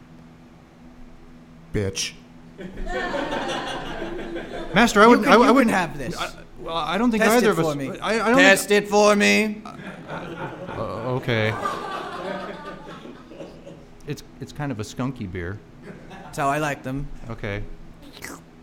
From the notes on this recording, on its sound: Recorded live before a studio audience at the SF Fringe Festival